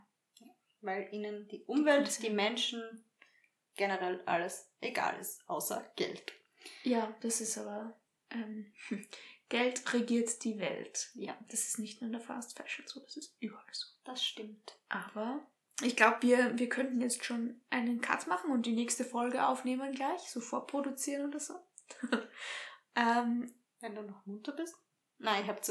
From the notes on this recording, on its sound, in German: Hinweis: Die Tonqualität dieser Folge ist leider nicht optimal. Wir sind noch Neulinge auf dem Gebiet, arbeiten aber daran dies in den zukünftigen Folgen zu verbessern.